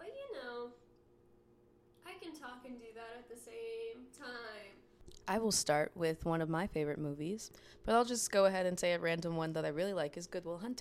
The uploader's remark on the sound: We are having some intense technical difficulty and technology is very confusing.